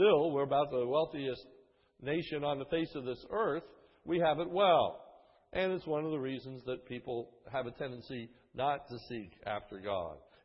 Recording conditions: large echoing room